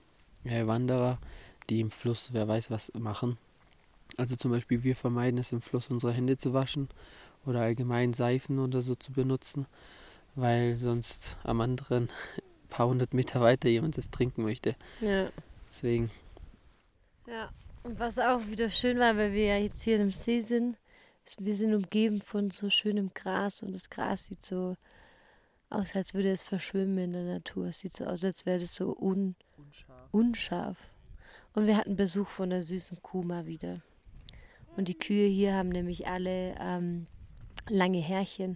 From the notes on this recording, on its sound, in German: Wir haben den Santa Cruz Trek 4 Tage lang durch die Cordillera Blanca gemacht. Wir haben dich einmal live bei unsere Wanderung mitgenommen.